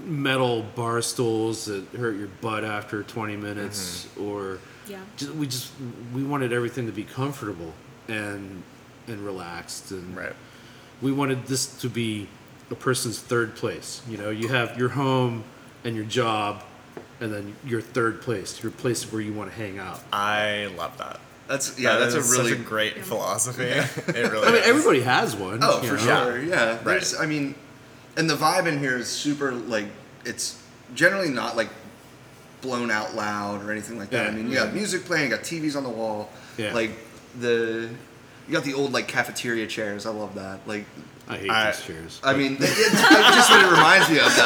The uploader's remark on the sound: We were recording at Couch Brewery. We put him on speakerphone.